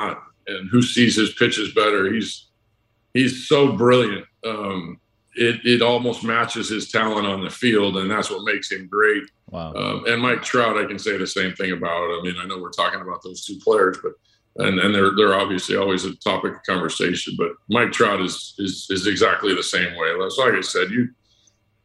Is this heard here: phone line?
no